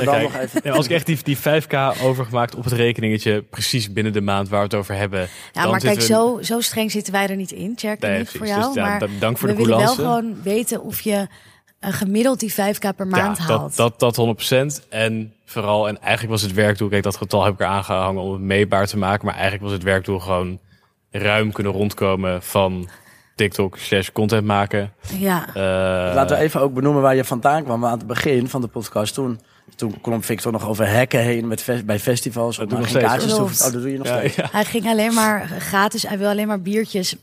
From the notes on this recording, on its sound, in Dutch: Deze laatste aflevering van het seizoen namen we op bij Beeld & Geluid in Hilversum tijdens de podcast marathon van Dutch Media Week.